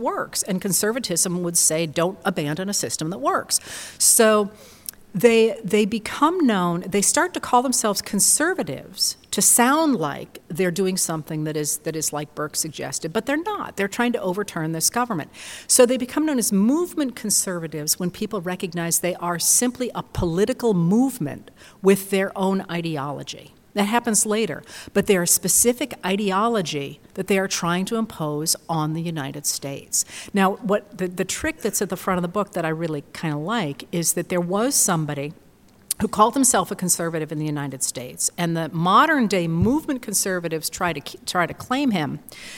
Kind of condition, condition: setting, live audience